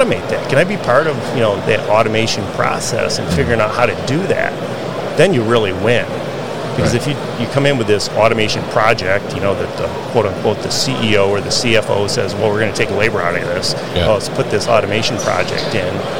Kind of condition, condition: setting, busy venue